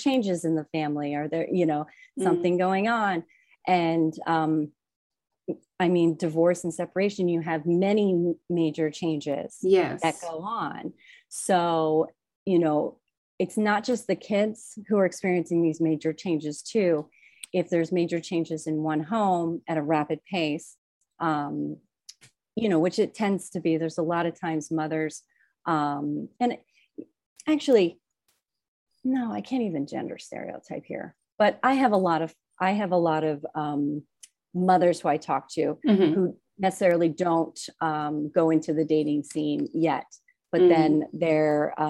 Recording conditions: video call